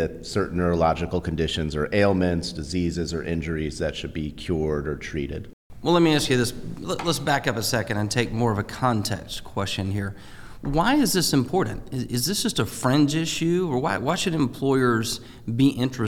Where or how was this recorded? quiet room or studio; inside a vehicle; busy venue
busy venue